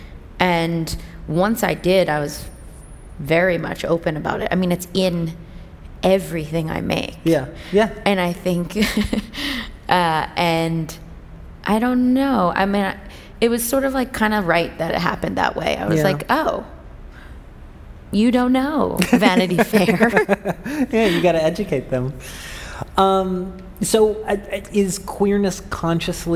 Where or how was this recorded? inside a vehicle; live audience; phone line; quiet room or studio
live audience